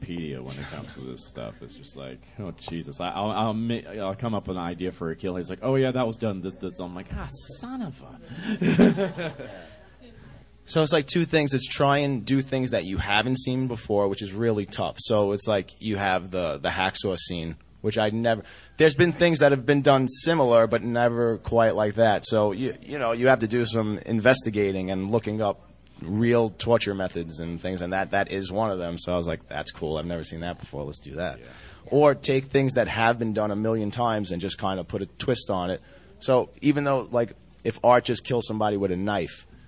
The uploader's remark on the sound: Pop Rock n' Horror Convention | Gettysburg, PA | June 2, 2019